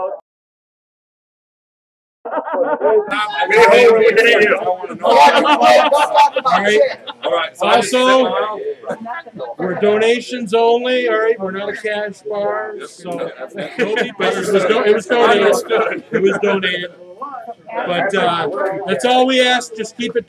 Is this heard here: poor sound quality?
yes